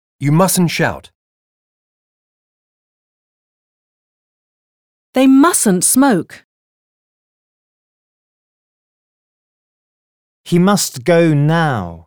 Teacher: We don't pronounce the final T in must and mustn't before a consonant.